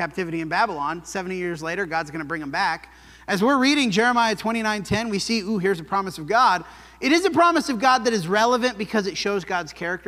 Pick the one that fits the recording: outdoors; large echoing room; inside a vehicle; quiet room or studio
large echoing room